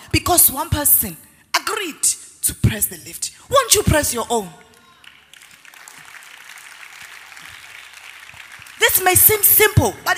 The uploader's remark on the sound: Word Explosion Conference, 2019: Day 5 (Morning). Ministering during Word Explosion Conference on 18-04-2019.